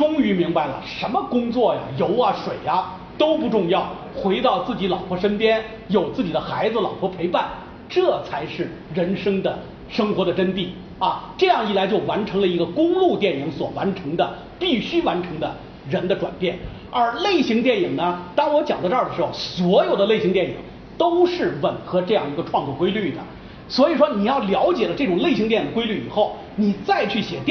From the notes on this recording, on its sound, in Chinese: 应咪咕阅读邀请在福建文学沙龙讲影视的现场录音。